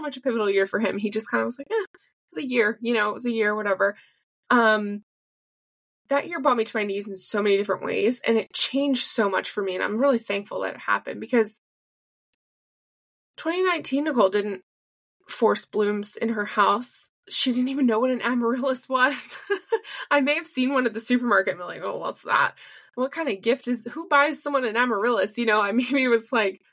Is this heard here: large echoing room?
no